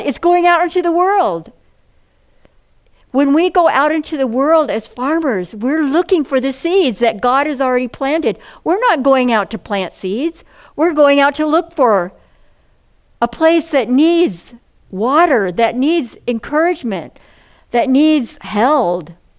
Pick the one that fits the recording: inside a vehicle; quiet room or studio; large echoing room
large echoing room